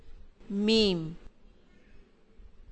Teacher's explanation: मीम जो है बंद होंठों के खुश्क हिस्से से